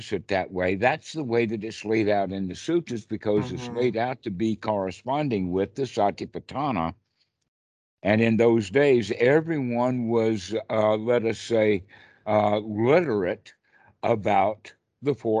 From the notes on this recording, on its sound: Skype calls.